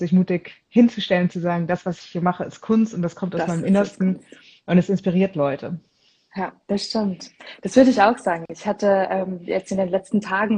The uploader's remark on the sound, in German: In diesem INSTA-LIVE Gespräch